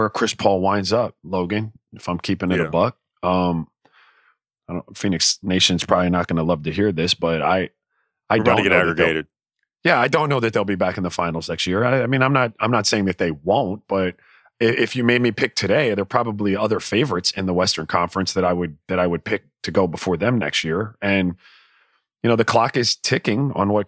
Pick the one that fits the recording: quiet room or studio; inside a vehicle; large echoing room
quiet room or studio